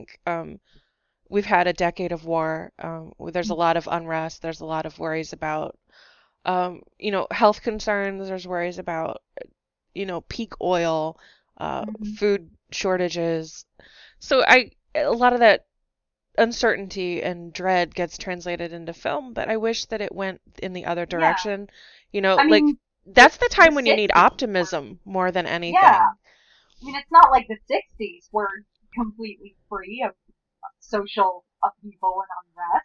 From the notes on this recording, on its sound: Apologies for the sound quality.